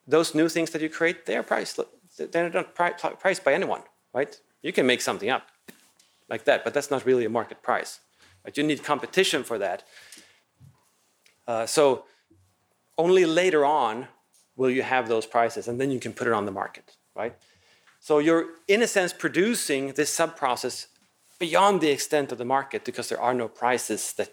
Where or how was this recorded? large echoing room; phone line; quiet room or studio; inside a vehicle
large echoing room